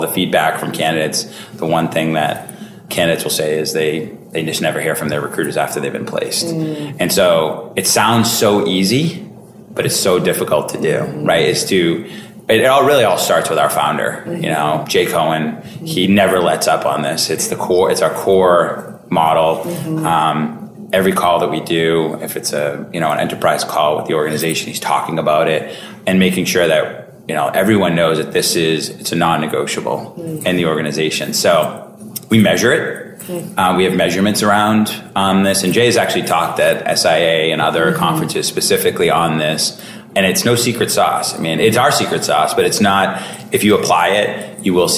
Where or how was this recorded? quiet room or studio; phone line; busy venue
busy venue